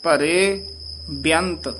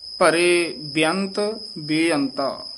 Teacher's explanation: पहला बेअंत जेड़ा है सियारी दे नाल है, इनू छेती बोल देना है, परे बेअंत। दूसरा बेअंता लां दे नाल है, इनू दीर्घ करके बोलना है, शुद्ध बोलना है, ये नहीं भी दोवे बेअंता बेअंता कह जाना है।